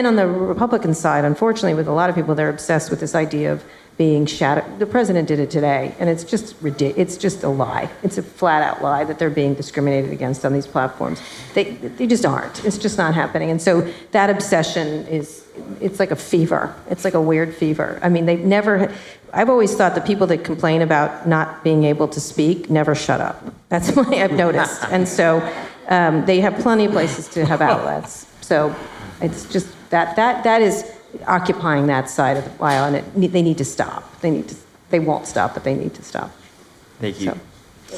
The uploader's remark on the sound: In this live conversation recorded at Harvard University's Kennedy School of Government.